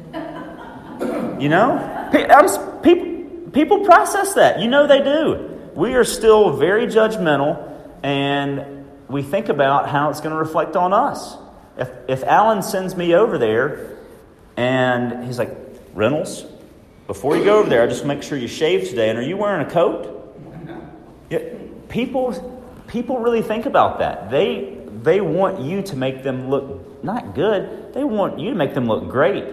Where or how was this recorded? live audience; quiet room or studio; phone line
live audience